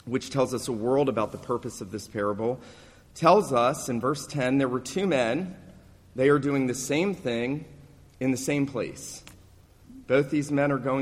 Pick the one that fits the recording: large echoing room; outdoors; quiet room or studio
large echoing room